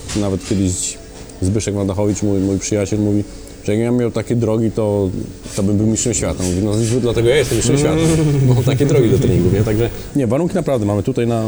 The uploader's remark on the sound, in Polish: nagrania: Restauracja Folk – Hotel Bristol